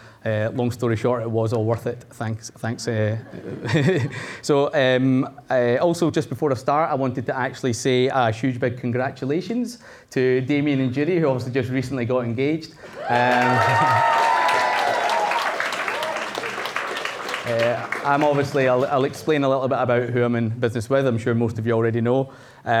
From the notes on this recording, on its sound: This was recorded at Vevolution Topics: Entrepreneurs in 2018